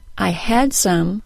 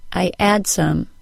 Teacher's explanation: Native French speakers tend to drop the H sound off of words, replacing it with a glottal stop. · Shown in: second take